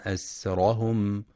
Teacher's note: ينتبه القارئ لترقيق السين وعدم تفخيمها، فلا يقرأ أسرهم.